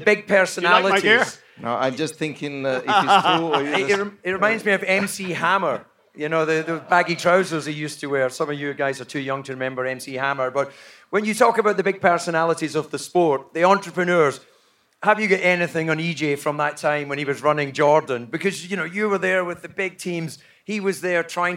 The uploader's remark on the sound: LIVE AT SILVERSTONE. Live on stage at the British Grand Prix. Recorded & Edited by New Strange.